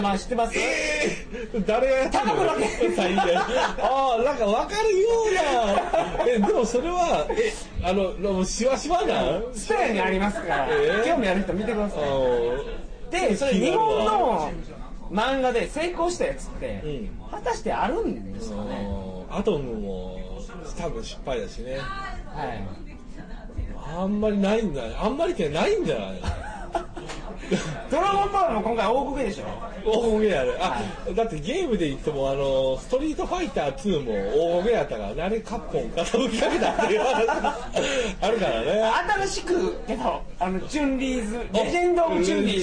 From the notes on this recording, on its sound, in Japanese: やかましい居酒屋で録りました。声張ってます。